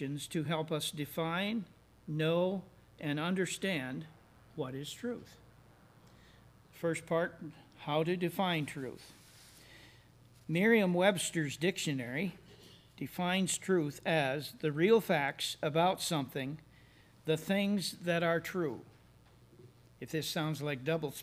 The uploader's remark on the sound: services recorded at Thornville Baptist Church